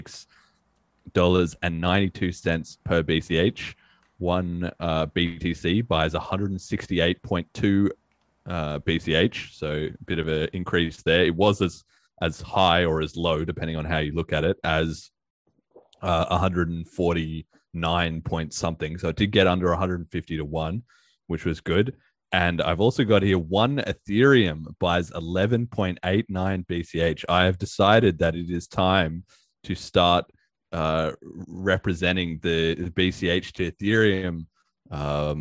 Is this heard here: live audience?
no